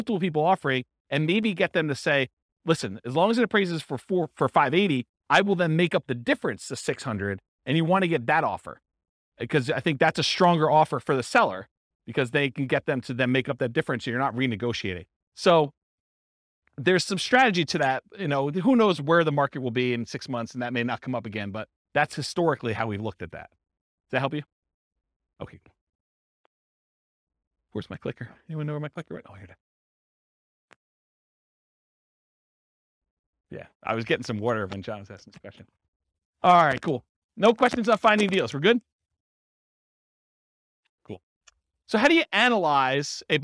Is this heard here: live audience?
yes